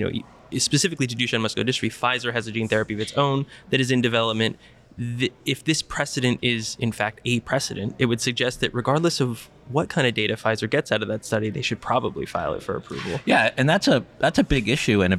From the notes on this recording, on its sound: Live! From #JPM24. Recording from the STAT co-working space outside the J.P. Morgan Healthcare Conference.